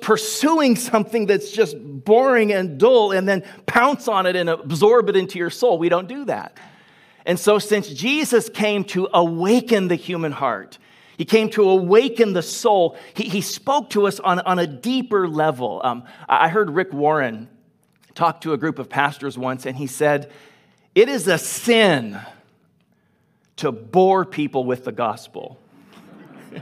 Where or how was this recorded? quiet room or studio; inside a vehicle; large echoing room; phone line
large echoing room